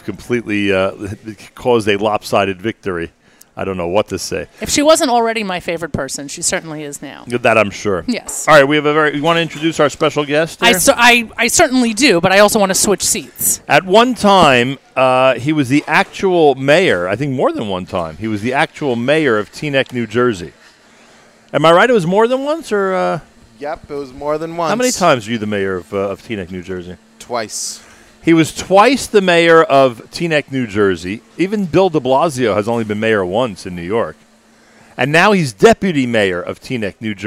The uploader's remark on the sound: Live from Sammy's in Teaneck, NJ